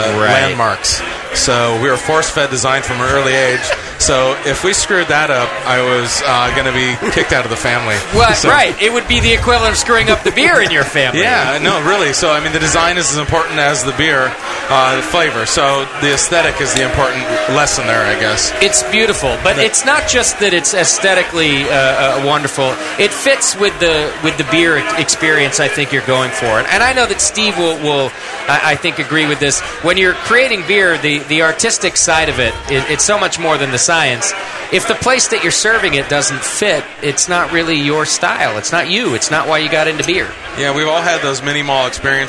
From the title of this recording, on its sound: Live from Celebrator’s Anniversary Bash